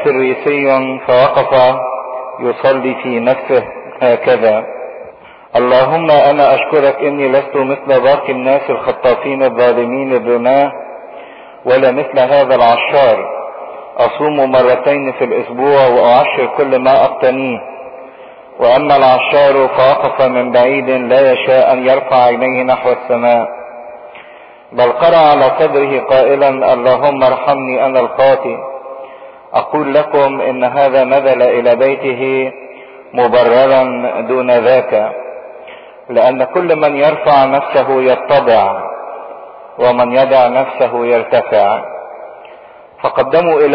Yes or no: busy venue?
no